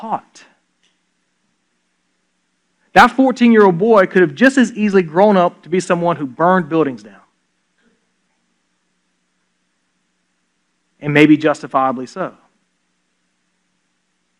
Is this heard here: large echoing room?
yes